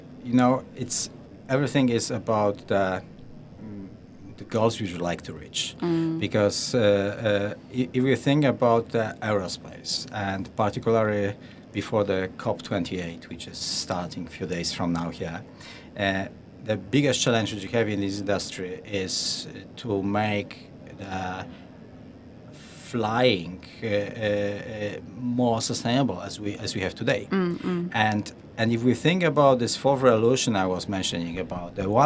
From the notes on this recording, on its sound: Looking Outside comes to you LIVE from the Dubai Future Forum. LIVE from Dubai. Looking Outside comes to you LIVE from the Dubai Future Forum, the largest gathering of futurists in the world.